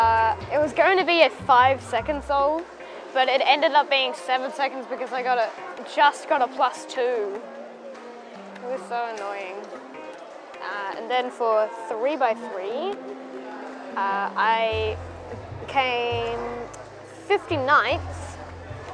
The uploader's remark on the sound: This episode I’m in Kensington for the Melbourne Mini Sunday comp.